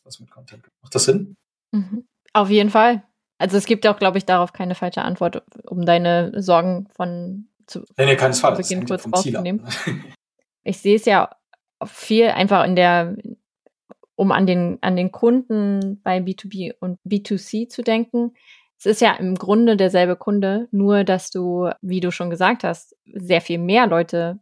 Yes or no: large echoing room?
no